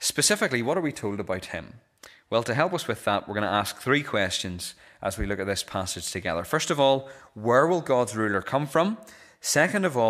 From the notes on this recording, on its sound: This is the recording of the Bible reading and sermon from our evening service on Sunday 17th December 2023.